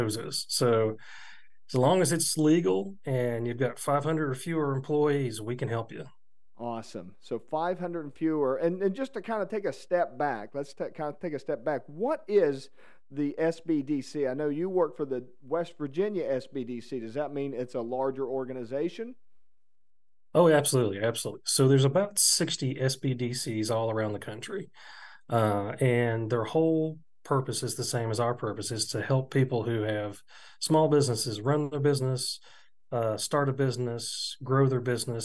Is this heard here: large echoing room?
no